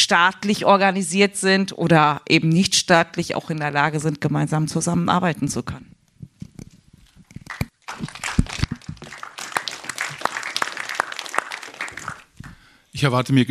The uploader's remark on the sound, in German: LIVE vom Café Kyiv der Konrad-Adenauer-Stiftung+. Live aus dem Colosseum in Berlin anlässlich des Café Kyiv der Konrad-Adenauer-Stiftung. Diskutierten wir zum ersten Mal live vor Publikum.